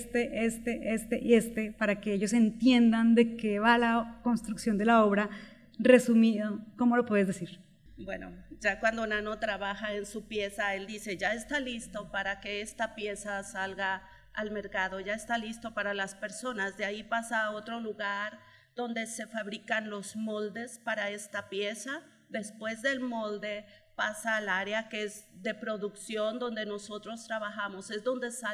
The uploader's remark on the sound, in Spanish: EPISODIO grabado con audiencia en vivo